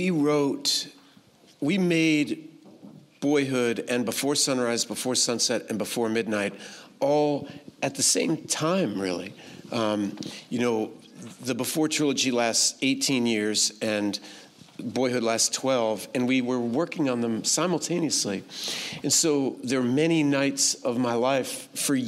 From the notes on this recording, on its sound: Recorded live at The Stockholm International Film Festival.